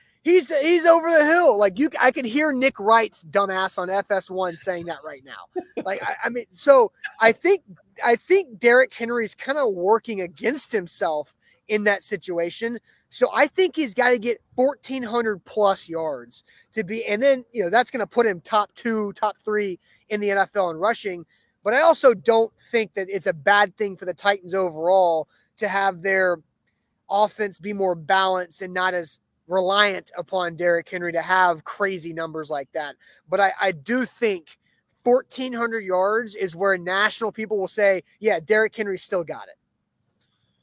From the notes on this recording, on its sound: LIVE outside the Saint Thomas Sports Park before Titans OTAs.